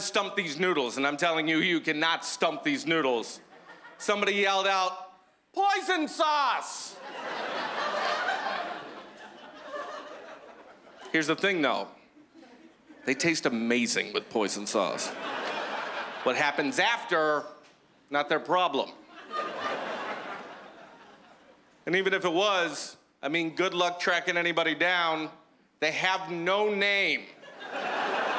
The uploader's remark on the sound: stand up from the Just For Laughs Festival in 2015